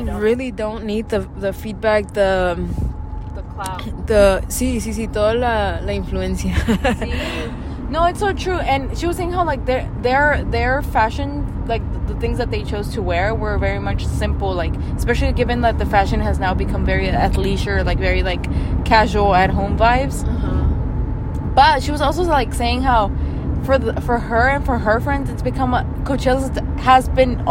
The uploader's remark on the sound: Drive and laugh with us around Houston. Honk at bad drivers!